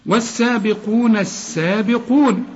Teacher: اللام بتتحول للحرف اللي بعدها السين إدغام · Term: لام شمسيه